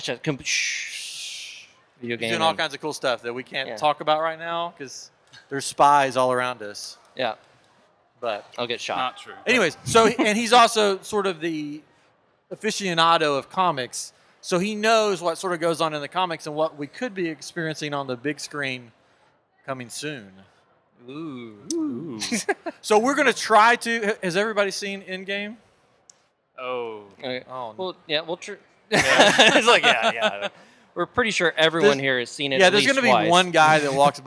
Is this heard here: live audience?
yes